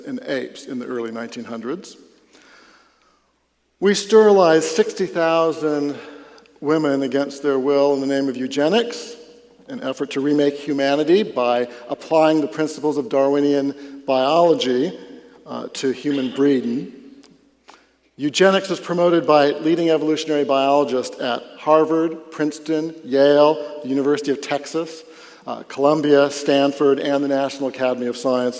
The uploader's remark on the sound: Catch the first half of a public talk. Delivered at the Dallas Conference on Science & Faith.